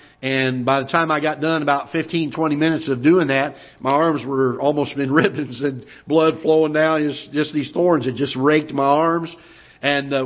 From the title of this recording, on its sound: Ketha Heights Baptist Church ~ Live Broadcast